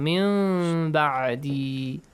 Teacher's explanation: Change the noon sound to a kind of half meme sound. مِنْ بَعْدِ And also a nasal sound. · Term: إقلاب